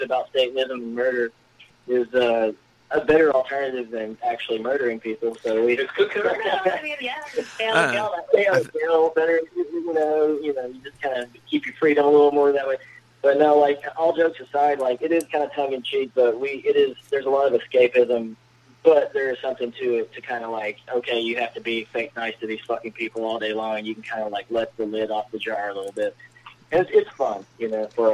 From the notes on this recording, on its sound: Joining me on the phone.